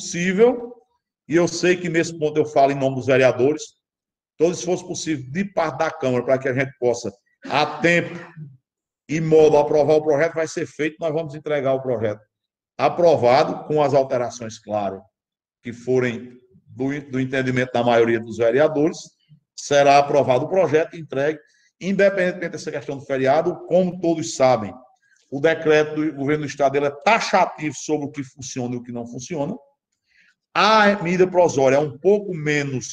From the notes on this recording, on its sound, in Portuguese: Audiência Pública Virtual. As Sessões da Câmara Municipal de São Bento Paraíba.